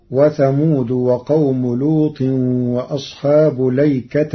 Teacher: قرأ ورش كلمة الأيكة بلام مفتوحة بدون همز قبل اللام وبعدها ونصب التاء